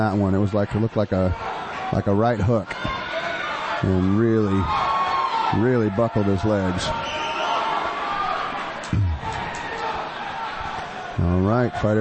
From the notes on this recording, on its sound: Calls all the intense action live at Combat Zone 63